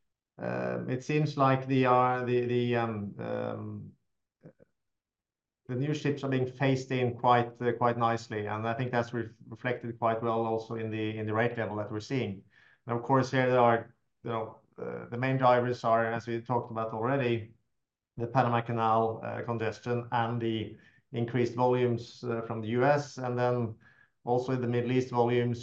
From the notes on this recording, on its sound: LPG Shipping Sector Webinar